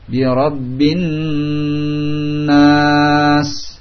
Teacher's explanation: Qul a'udzu bi rabbin nas, yang ditahan dua harakat, bi rabbin nas dipanjangkan sampai akhir surat An-Nas, ini tidak kosong dari gunnah nun yang bertasydid sehingga ditahan dua harakat